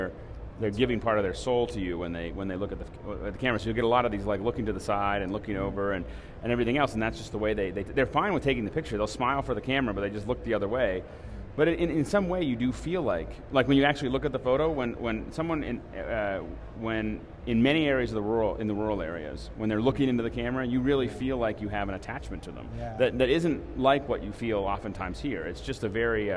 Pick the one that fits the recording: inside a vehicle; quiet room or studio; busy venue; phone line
busy venue